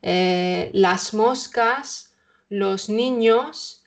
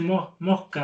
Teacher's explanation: nosotros en España pronunciamos mucho las S, sobre todo en el centro de la península · Shown in: first take